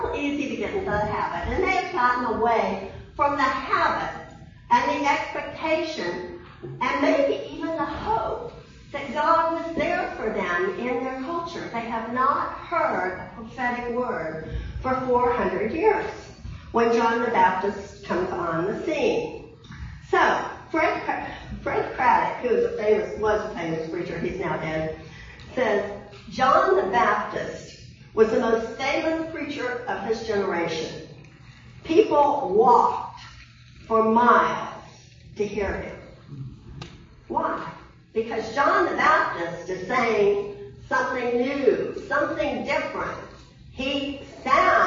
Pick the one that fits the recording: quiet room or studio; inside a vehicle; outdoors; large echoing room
large echoing room